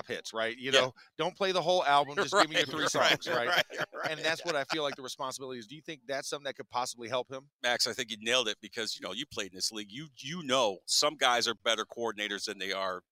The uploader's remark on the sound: The Drive LIVE from the NFL Combine